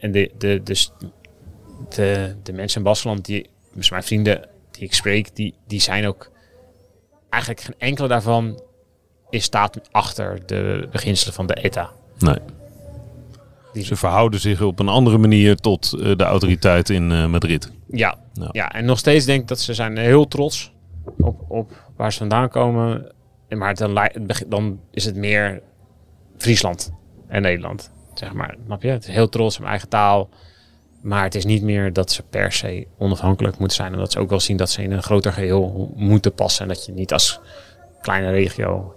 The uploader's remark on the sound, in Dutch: hebben de bus geparkeerd in Bilbao, tegenover het Guggenheim Museum waar op het plein, tijdens de opname, de ploegenpresentatie nog bezig is.